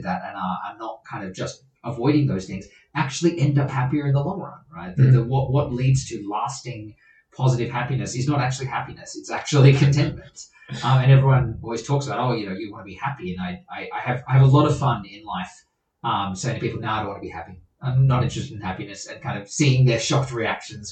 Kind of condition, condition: fault, poor sound quality